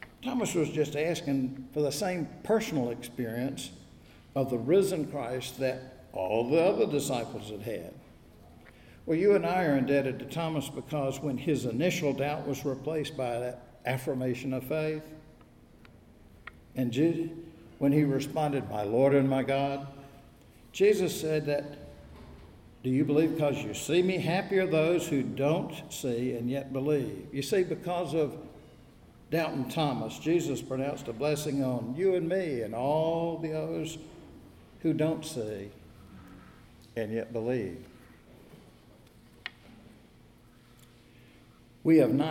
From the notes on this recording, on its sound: Recorded at Wednesday worship at First Presbyterian Church of Raleigh. Both churches are in the Presbytery of New Hope.